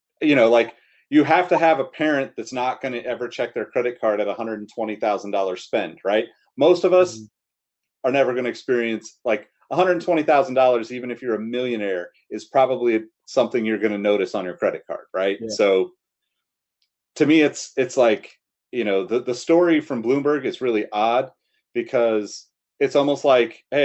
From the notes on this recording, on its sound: Recorded on Riverside